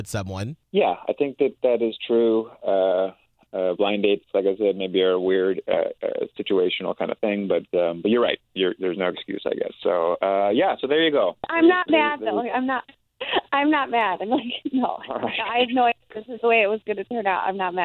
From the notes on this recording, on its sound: when we got them on the phone